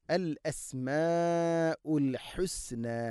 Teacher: അൽ അസ്മാഉ മദ് മുത്തസിലാണ് അവിടെയുള്ളത്, നാലോ അഞ്ചോ ഹർക്കത്തിൻ്റെ ഖദറിൽ നിർബന്ധമായിട്ടും നീട്ടണം.